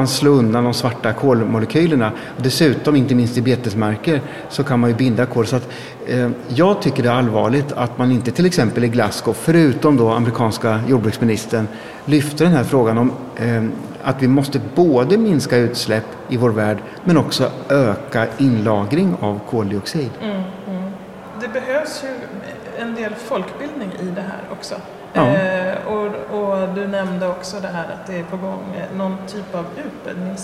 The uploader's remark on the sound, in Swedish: Fårets dag i riksdagen. Inslag inspelade på plats.